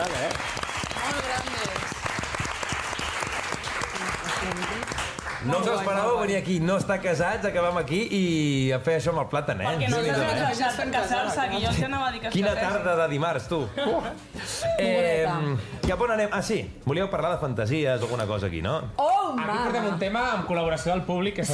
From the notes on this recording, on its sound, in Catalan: Des del mític estudi Toresky de Ràdio Barcelona, gravem el segon programa especial amb públic i moltes sorpreses. Responem les preguntes dels assistents.